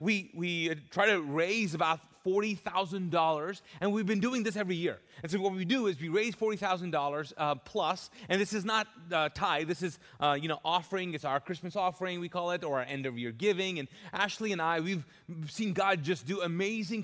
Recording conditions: large echoing room